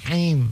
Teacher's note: Tenggorokan bawah hi rahmanirrahim him. Tapi bukan di hidung dia ya, tapi di tengah tenggorokan him ya, gitu.